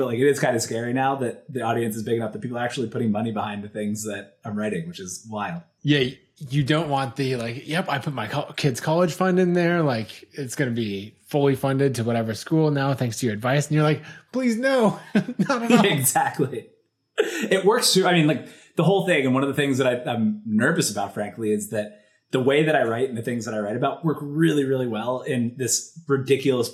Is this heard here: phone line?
no